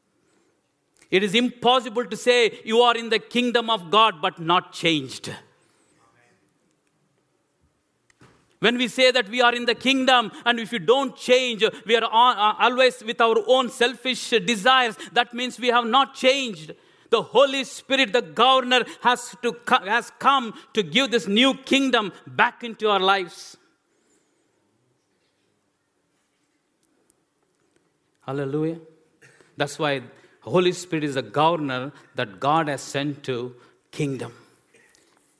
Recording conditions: large echoing room